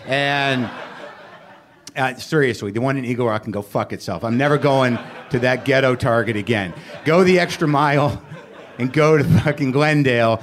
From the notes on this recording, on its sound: Ring in the New Year with a Live WTF.